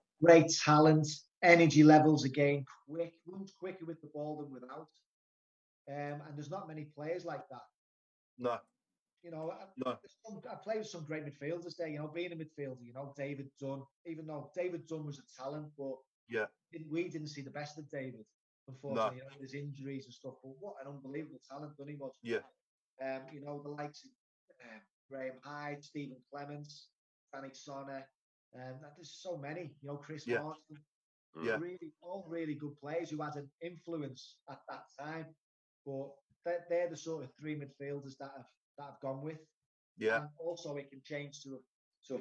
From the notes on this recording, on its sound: episode recorded on Zoom